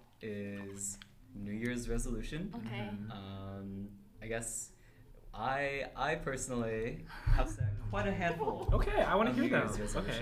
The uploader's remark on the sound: sorry for thuds and background noises